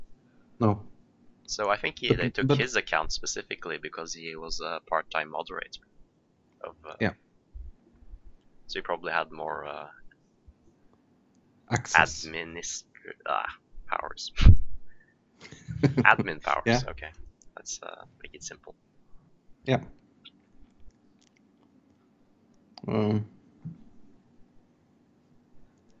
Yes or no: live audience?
no